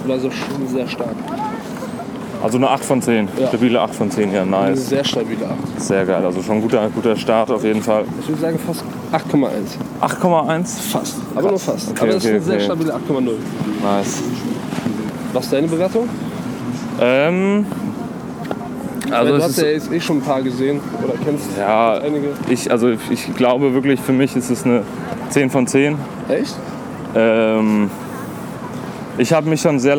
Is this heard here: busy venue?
yes